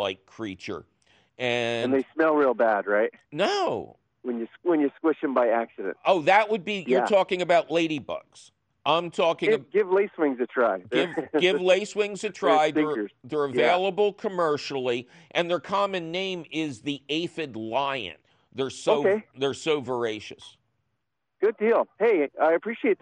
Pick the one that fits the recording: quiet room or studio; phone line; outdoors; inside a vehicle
phone line